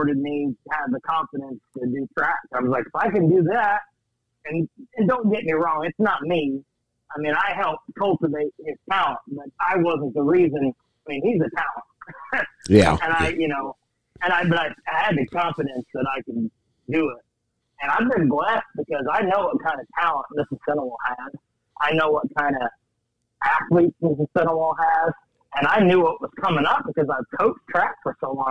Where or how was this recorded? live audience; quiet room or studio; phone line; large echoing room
phone line